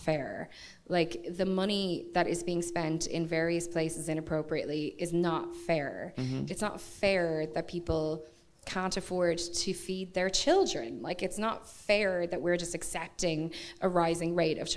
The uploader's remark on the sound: this episode was live at the Bernard Shaw